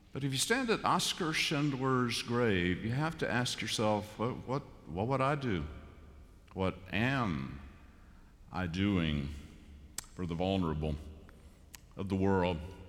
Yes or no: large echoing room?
yes